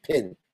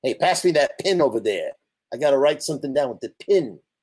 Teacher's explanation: the pinpen merger, in which the word pen sounds like pin